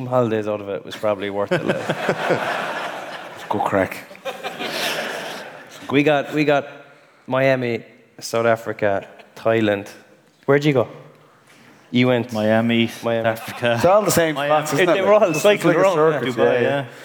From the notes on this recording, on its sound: TFP LIVE in Castlebar. Welcome to the very first live roadshow of The Football Pod. The Football Pod LIVE in Castlebar.